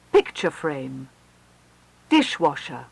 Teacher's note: Some of these have early stress. Primary stress is on the first element.